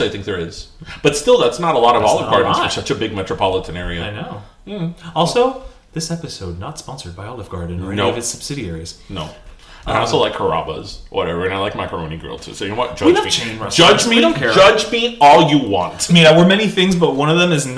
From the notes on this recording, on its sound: Did we record this ep in a cave